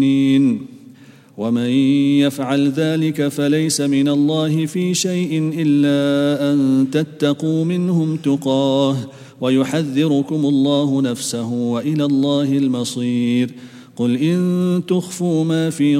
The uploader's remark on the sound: at the Houghton Masjid (West Street)